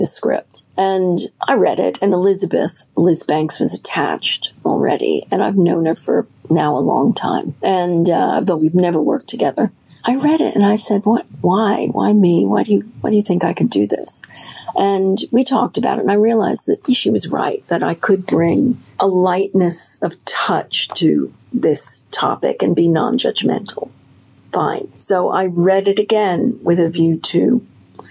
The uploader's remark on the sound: are deeply sorry for the audio quality as we had to record this episode on our phones.